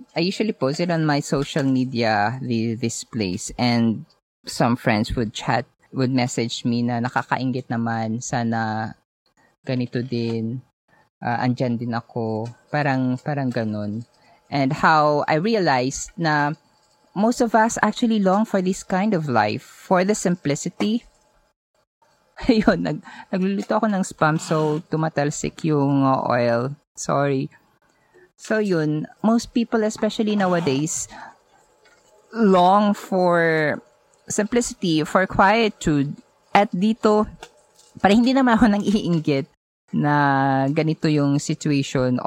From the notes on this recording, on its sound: When I decided to build a hut at my grandpa’s property a kilometer away from the barrio. Recorded straight from my little house, I share these lessons while preparing my breakfast.